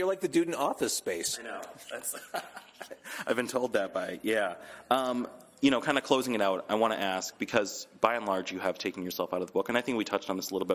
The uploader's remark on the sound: In an interview recorded at Challengers Comics + Conversation